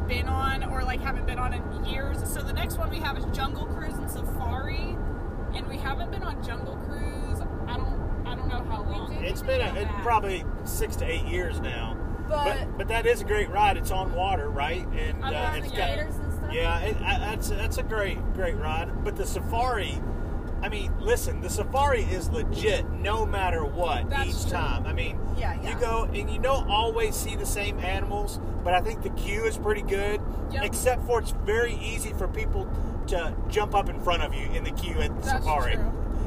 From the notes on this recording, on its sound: While on a road trip! Due to being in a moving vehicle, audio issues may be evident.